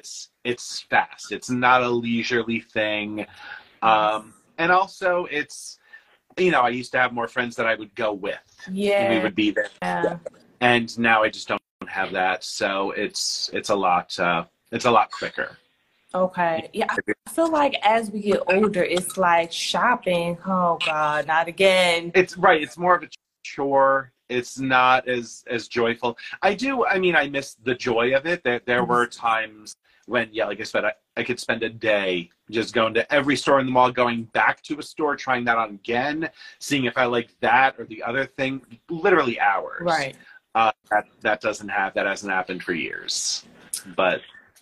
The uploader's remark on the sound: The Conversation Series was held on Instagram Live.